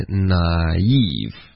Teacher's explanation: 了那个添加连读加一个小窝或者小耶的音，但是有时候呢，总有一些例外。那比如说我在学习当中呢，就总结了一些，可是我自己读起来呀，就是不放心。行，我希望老师指导我一下，下面这些单词都怎么读？OK，好，那个这是一个这个问题问得很好。你可能就是要注意一下，不要看字是怎么拼写出来的，而是要看它的音标。所以比如第一个字我们有 NAIVE，它的写出来的时候会有两个音连在一起，可是如果看音标呢就不见得，它有可能就只是一个双元音。反正这个发音你可以用一个耶的音，可是一般不会，就直接 NAIVE，从一个 na 滑到一个 eve